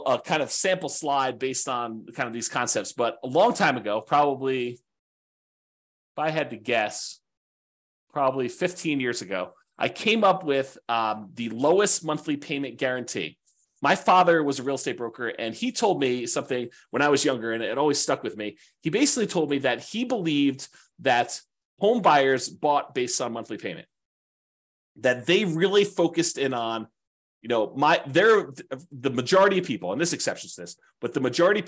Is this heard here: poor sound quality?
no